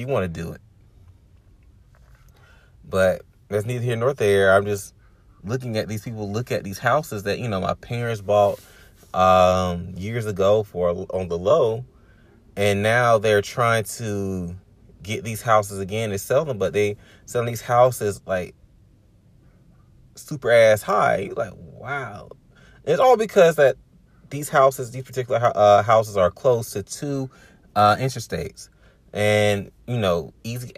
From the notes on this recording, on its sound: Chilling in the car and having random thoughts about the upcoming year.